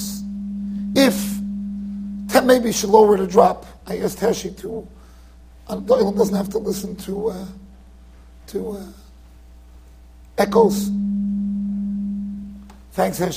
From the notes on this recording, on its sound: Shiur recorded in Yeshivas Ohr Reuven, Monsey NY.